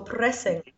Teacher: In this historic stuff or older music, it's increasingly more so that the further back we go, that we would use this R, the apical R at the front, either as one flip or if you really want to emphasize something as a little roll. So remember too that in this accent, whether you choose for a modern R, consonant R, R, the bird R, the upside down R in IPA, or this apical R that's flipped or rolled, it only happens before vowel sounds.